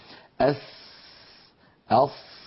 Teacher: مخرج السين والزاي هو أيضا من منتهى طرف اللسان مع أسفل الصفحة الداخلية للثنايا السفلى، فيخرج الصوت منها فيخرج الصوت من فوقها مارا بين الثنايا العليا والسفلى. · Term: حروف الصفير